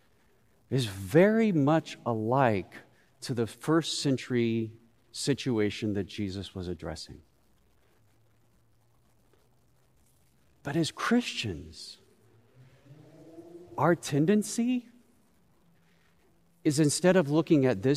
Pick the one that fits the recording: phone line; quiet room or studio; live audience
live audience